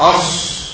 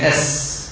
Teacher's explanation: سينا، لان الصاد مخرجها اصعب من السين وصفتها اشد من السين، والعامه تميل الى اليسر في المخرج والصفه. الصاد تحتاج الى الصفير ولها مخرج خاص، اص لكن اس سهل، ولذلك العامه يميلون الى اليسر في كل شيء.